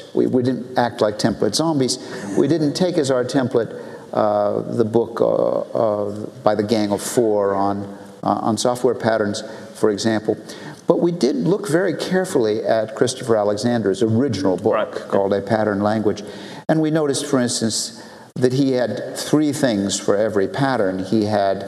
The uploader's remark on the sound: This is a session recorded live at OOP 2009 .